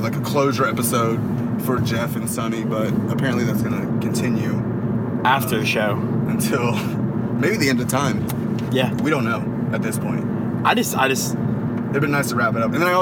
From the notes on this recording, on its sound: they turn on the microphone one last time for the trip home in case there is any accidental magic